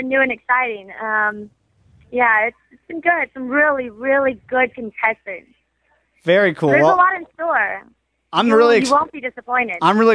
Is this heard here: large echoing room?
no